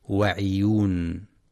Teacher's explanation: ينتبه القارئ برواية حفص لضم العين فلا يقرأ بكسر العين